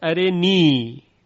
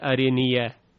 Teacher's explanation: مثلا در سوره اعراف ارنی انظر خونده است ارنی، نخونده ارنیه، ارنی به سکون یا · Shown in: first take